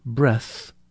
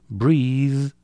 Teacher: most English speakers pronounce breath with a voiceless TH, but breathe with a voiced TH.